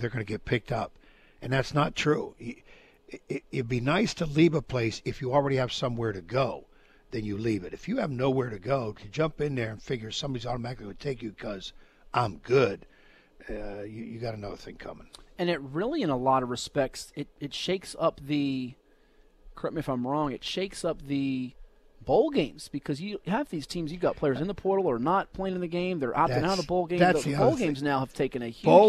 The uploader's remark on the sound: Live from the Campus of Old Dominion University